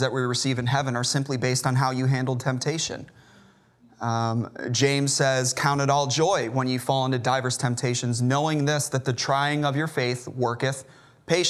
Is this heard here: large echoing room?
yes